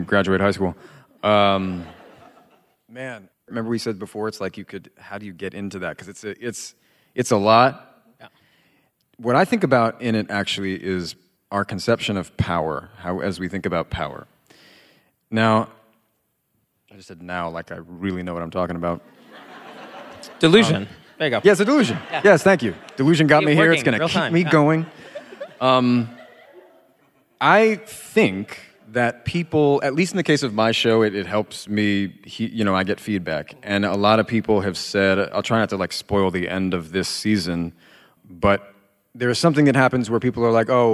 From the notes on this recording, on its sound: Vibe Check LIVE! They answer a few advice questions from the audience.